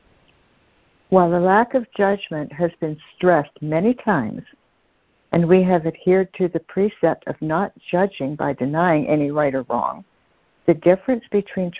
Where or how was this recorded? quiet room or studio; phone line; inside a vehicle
phone line